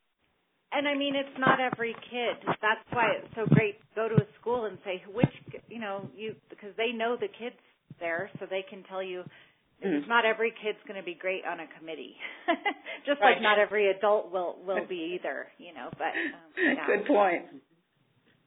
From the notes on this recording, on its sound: On this call recording